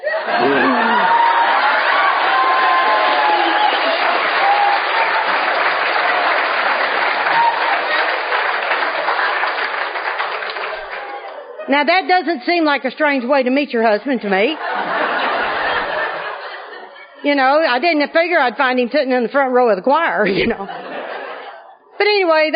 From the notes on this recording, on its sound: Is the Al-Anon speaker at the 2010 Arkansas State AA Conference.